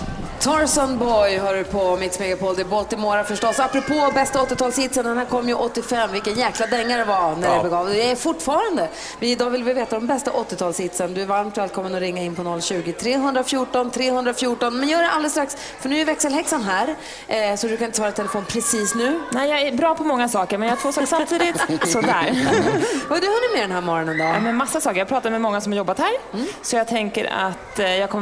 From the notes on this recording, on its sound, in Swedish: Fjällkalaset är i full gång och vi sänder live från Sälen bl.